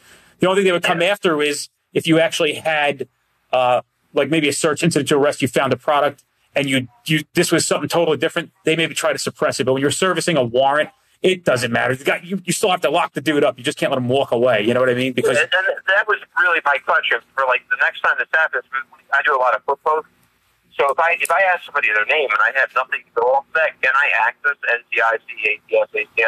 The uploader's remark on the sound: takes a call and answers questions live